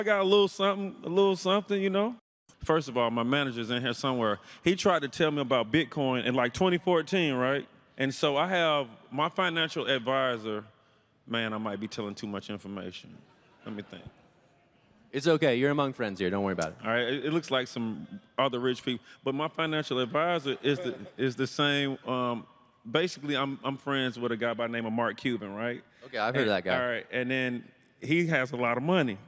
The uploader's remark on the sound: This panel occurred on June 10, 2022, the second day of CoinDesk’s Consensus 2022 festival